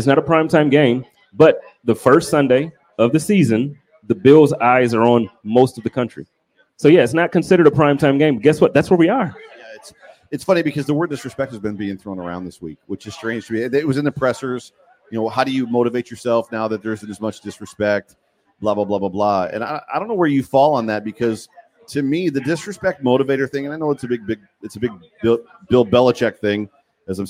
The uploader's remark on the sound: HUMP DAY HOTLINE | LIVE AT O'NEILL'S. The Guys are out and about all around Buffalo including do a LIVE broadcast from O'Neill's Stadium Inn right across from Highmark Stadium.